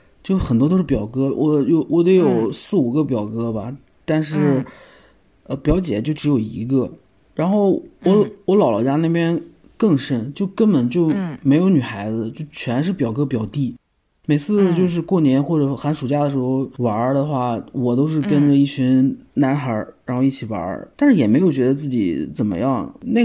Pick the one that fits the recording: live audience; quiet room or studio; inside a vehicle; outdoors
quiet room or studio